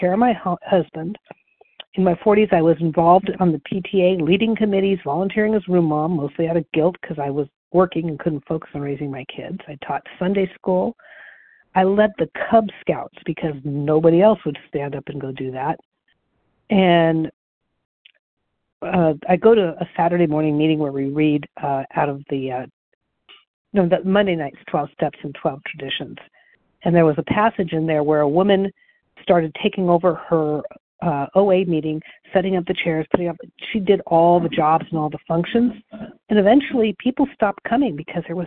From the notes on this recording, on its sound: the 100 Pounders Phone Meeting